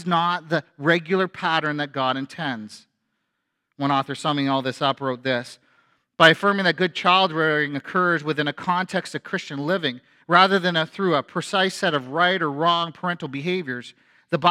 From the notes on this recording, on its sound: A sermon from FBC Church in Cobourg,